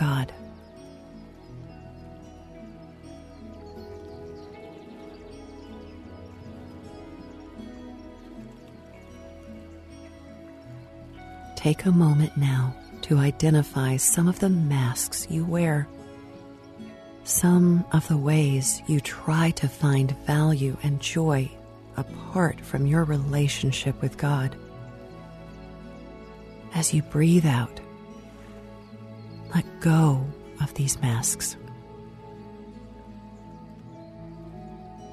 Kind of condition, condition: fault, sounds in the background